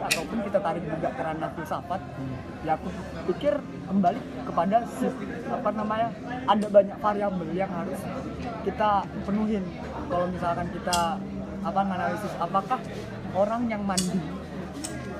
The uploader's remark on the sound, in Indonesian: Obrolan ini diabadikan di warung kopi dengan backsound keributan manusia.